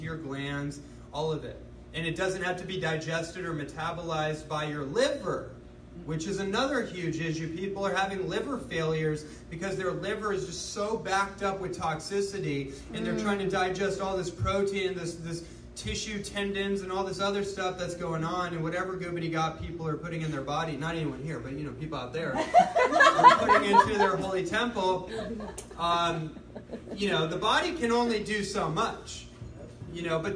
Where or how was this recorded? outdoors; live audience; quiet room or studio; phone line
live audience